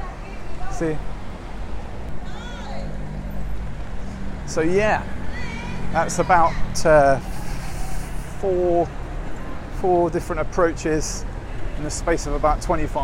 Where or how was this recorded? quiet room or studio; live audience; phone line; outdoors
outdoors